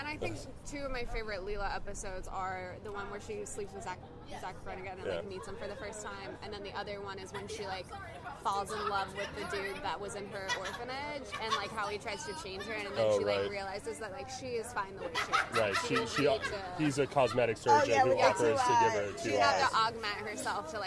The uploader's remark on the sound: As we nerd out in public over Futurama before the HaHa Harvest Festival showcases at Kelly’s Olympian in Downtown Portland!